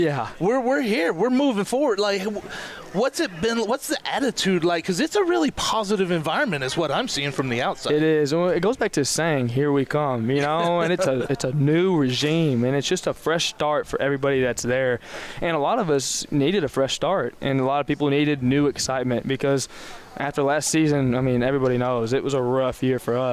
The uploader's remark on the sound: LIVE from the 2023 Lone Star Conference Media Day. It's a special edition of The Republic of Football as we go live from Lone Star Conference Media Day and talk to coaches and players around the conference.